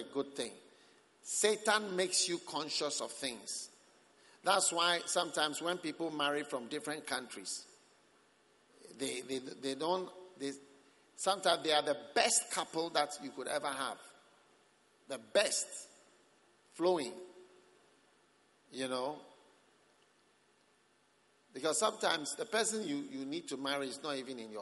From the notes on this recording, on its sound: Preached at the Prophetic Encounter Service.